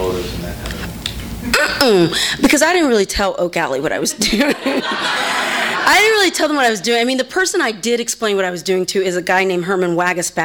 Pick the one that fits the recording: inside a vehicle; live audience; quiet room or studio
live audience